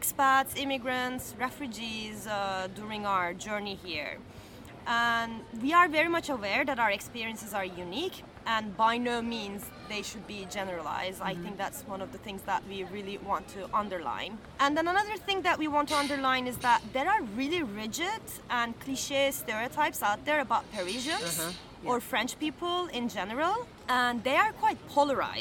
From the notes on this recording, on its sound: We recorded this episode on 24 September 2023, at Jardin du Luxembourg. We recorded this episode on 24 September 2023, at Jardin du Luxembourg.